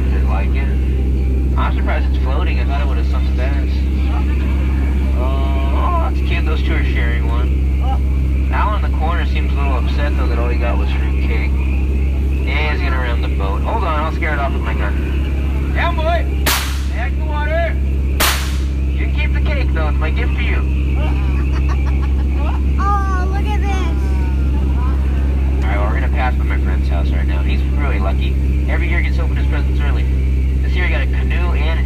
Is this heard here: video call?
no